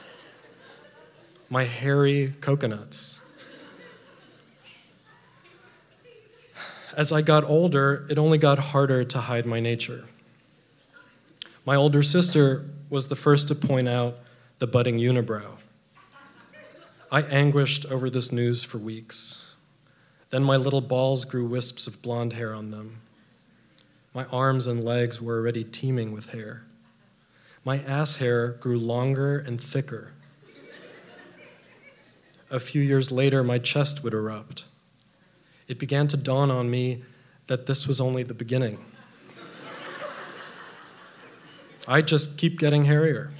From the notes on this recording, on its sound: on the stage at Lip Service, a live storytelling event in Miami